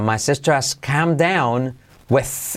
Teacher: H de has la podemos saltar. My sister has come down with I como E, semiclave W y TH como Z.